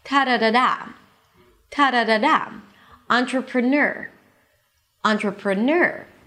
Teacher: Then in the middle, we have two weak stresses. · IPA: ˌɑːntrəprəˈnɜːr